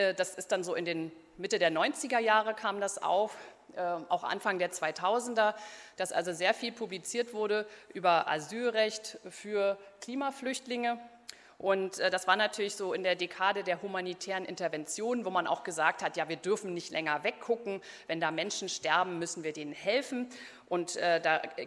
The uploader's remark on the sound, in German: Bei der Konferenz «Auf der Flucht vor humanitären Krisen» vom 3. Berlin.